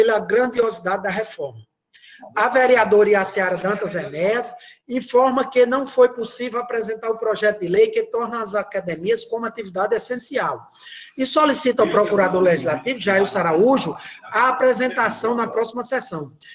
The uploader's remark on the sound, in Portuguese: Sessão Ordinária Virtual. As Sessões da Câmara Municipal de São Bento Paraíba.